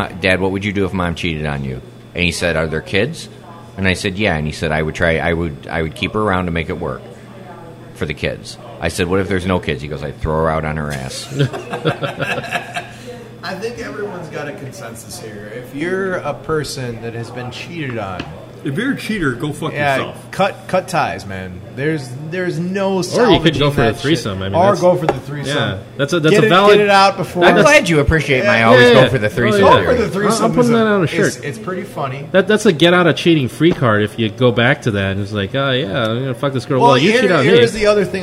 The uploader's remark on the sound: Recorded 11/30/14 Live at Cuvee Cellars Wine Bar in Elmhurst, IL